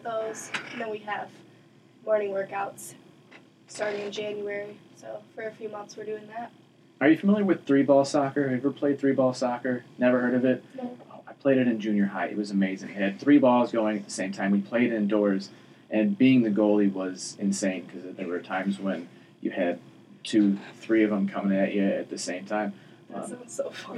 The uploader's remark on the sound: Some technical difficulties messed with the audio, so it doesn't sound as crisp as normal.